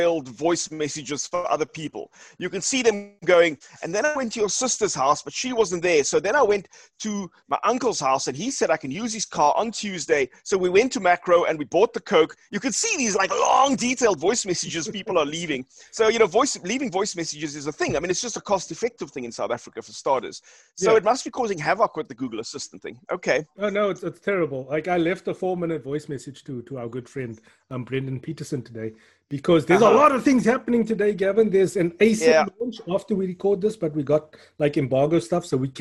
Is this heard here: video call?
yes